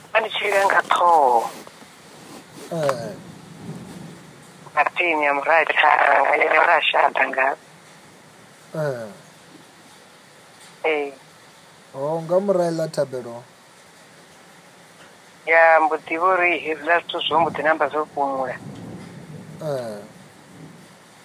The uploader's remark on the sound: healing over the phone